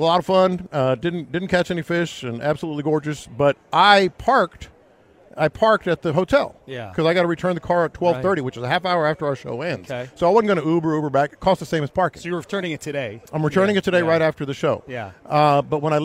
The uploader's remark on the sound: Live from Radio Row